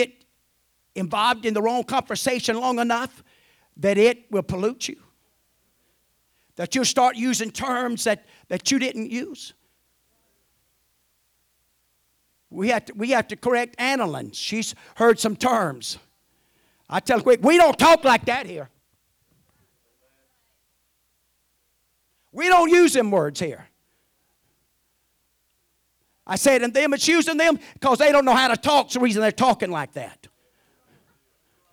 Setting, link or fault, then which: setting, large echoing room